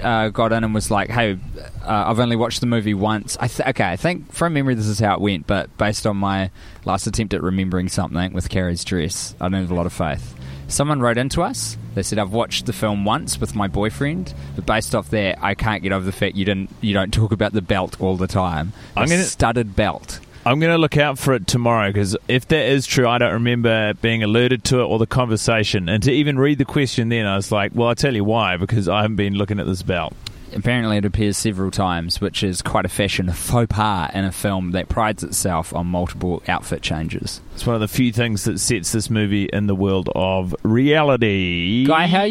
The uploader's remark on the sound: in a dog park in Chicago enjoying the sights, sun and canines